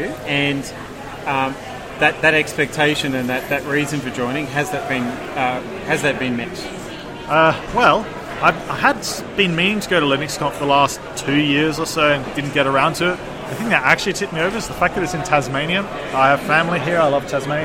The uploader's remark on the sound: Linux.conf.au 2017: First timers interviews.